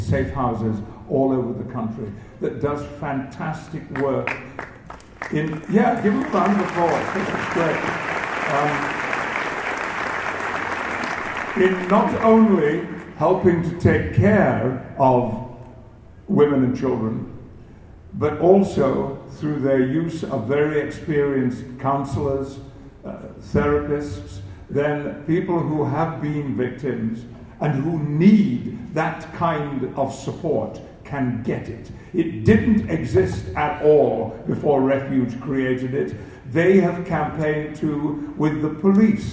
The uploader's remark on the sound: We wrap up our coverage of Star Trek Las Vegas 2015 with highlights from the floor